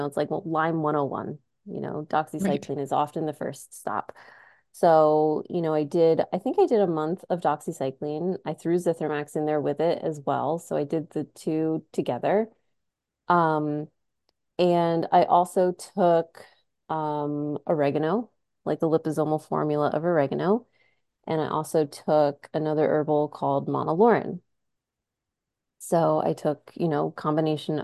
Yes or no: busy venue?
no